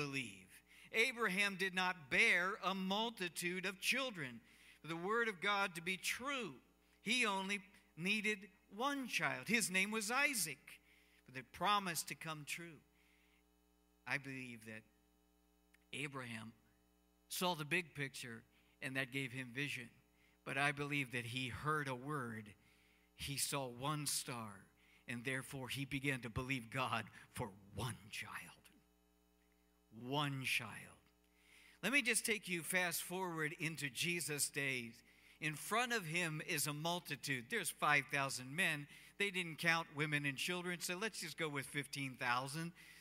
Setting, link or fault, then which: setting, large echoing room